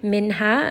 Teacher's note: noon has tawassut, so just rest on this for a little bit.